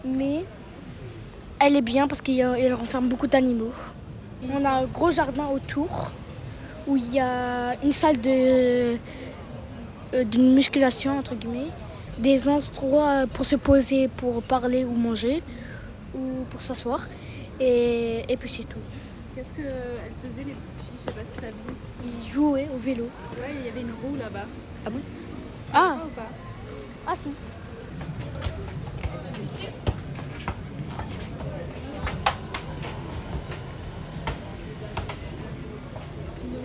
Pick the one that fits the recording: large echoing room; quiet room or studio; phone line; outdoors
outdoors